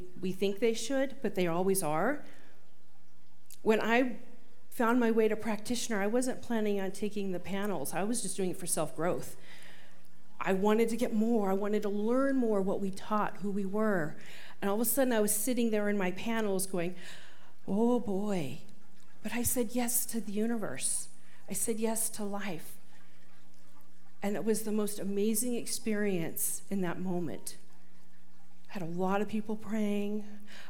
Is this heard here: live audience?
yes